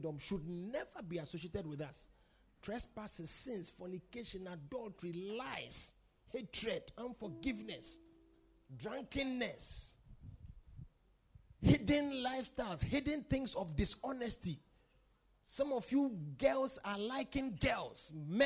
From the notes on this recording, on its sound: Preached at The Supernatural Encounter Service.